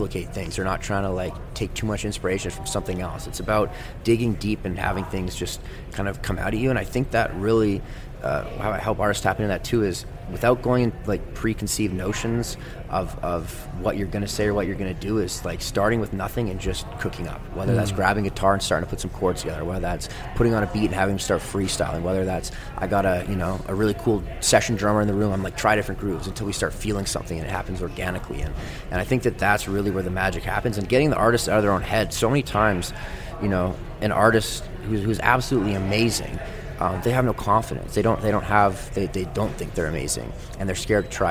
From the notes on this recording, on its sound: for coffee at the Glenmore Landing Good Earth Coffee House in Calgary